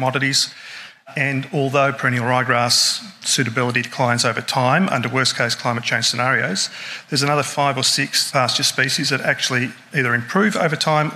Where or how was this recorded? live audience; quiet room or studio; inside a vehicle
live audience